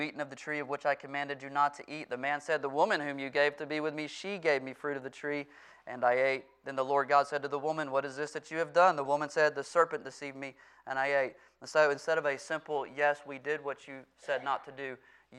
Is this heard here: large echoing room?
yes